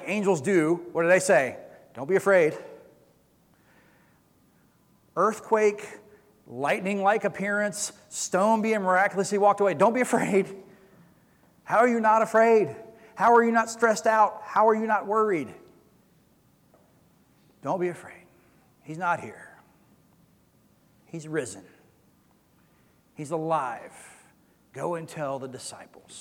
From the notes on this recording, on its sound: Recorded sermon from Easter Sunday April 17, 2022.